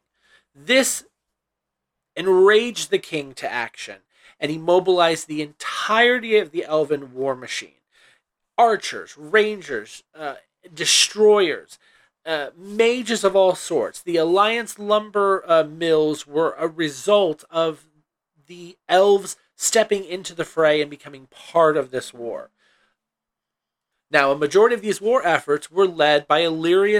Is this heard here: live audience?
no